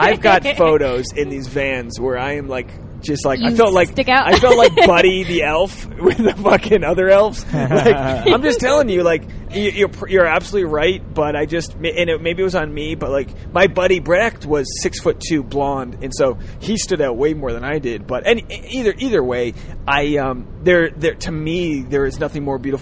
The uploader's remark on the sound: On this carcast episode. As they drive to a standup show.